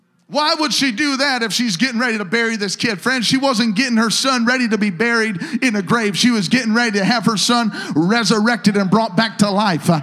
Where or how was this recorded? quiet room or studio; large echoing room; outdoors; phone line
large echoing room